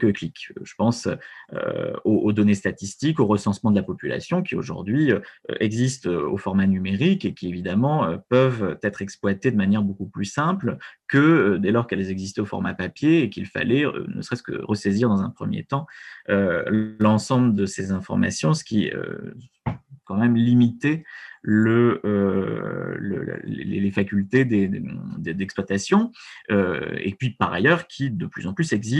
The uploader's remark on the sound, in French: Enregistré sur Zoom le 4 février 2021